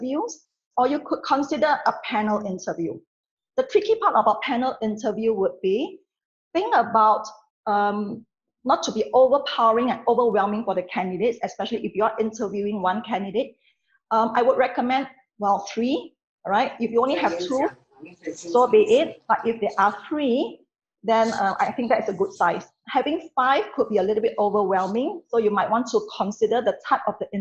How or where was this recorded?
video call